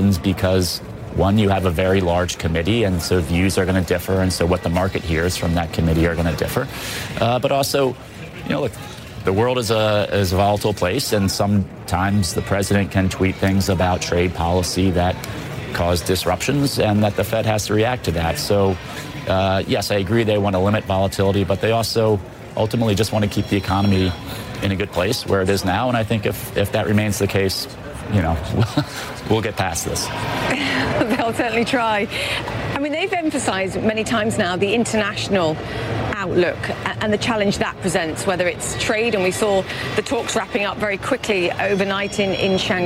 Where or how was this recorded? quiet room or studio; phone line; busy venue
busy venue